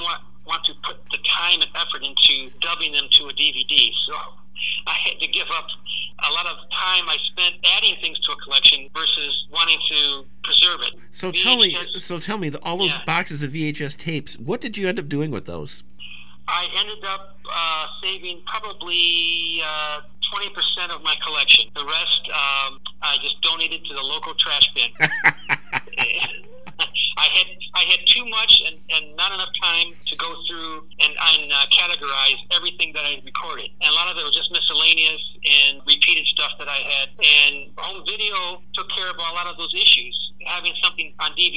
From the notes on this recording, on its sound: I also have a phone chat